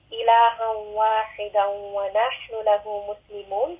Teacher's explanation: So both of these ha are from the throat.